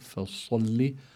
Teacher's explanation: أما الصاد فيها الاستعلاء، يعني يستعلي اللسان إلى الحنك الأعلى، وفيه كمان صفة الإطباق. الإطباق بمعنى أن طائفة من اللسان تطبق على الحنك الأعلى.